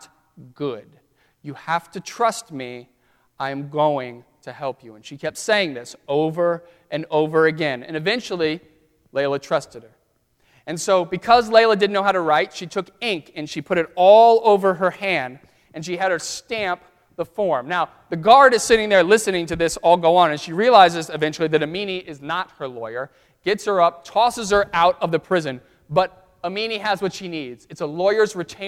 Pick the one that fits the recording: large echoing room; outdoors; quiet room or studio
large echoing room